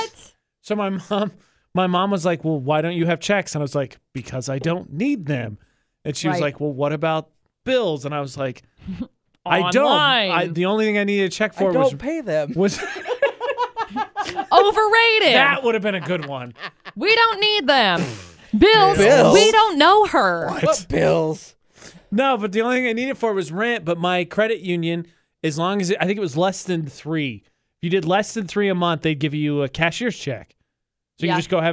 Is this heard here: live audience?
no